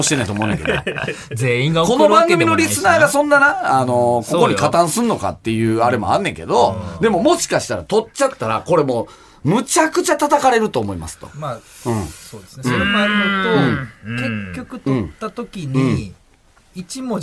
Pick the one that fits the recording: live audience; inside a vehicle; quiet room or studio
quiet room or studio